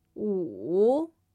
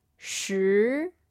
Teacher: 十 That's the second tone. 五十 The third tone dips and then rises again, and the second tone starts low and rises and ends high.